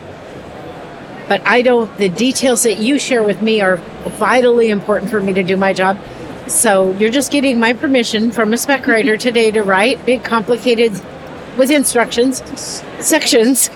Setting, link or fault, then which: setting, busy venue